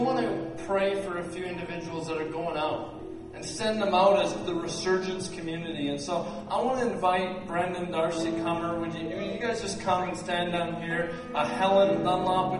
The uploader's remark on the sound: at Resurgence Edmonton on June 9, 2012